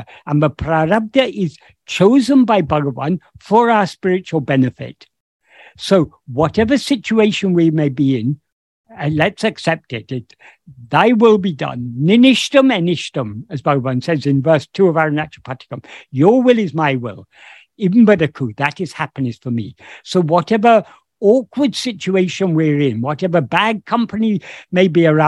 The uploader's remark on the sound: In a Zoom meeting of the ‘Ramana Maharshi Foundation UK’ on 28th May 2022